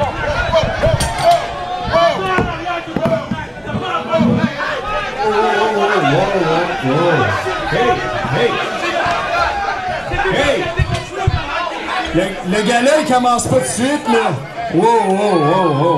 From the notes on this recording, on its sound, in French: Enregistrent un épisode spécial devant public à Gatineau, tout juste avant un spectacle de Lutte 07, dans le cadre du Festival de la Radio Numérique.